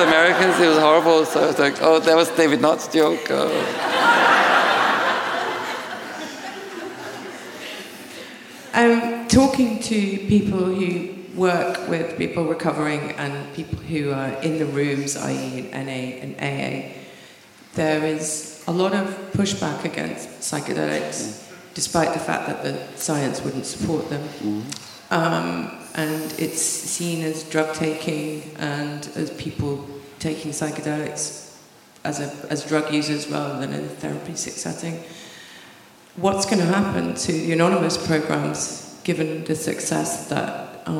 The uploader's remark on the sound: Recorded live from the launch event